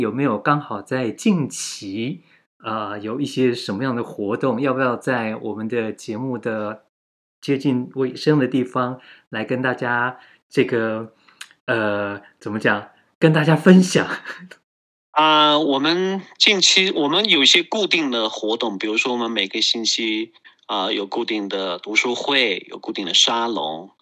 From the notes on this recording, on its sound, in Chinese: 錄音地點 台灣新竹、雲南昆明。